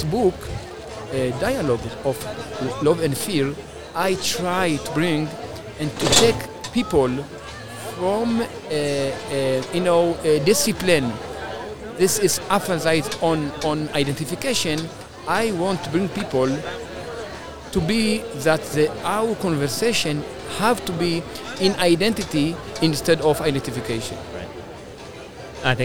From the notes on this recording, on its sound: Live From Jerusalem. We were joined LIVE at Shavua HaSefer, Israel's national book week, at Jerusalem's First Station.